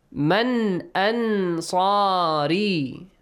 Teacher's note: Nun sakin plus sad, like ikhfa, but heavy letter.